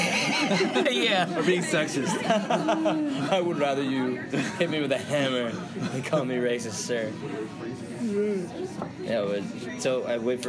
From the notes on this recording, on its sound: Sorry about the backround noise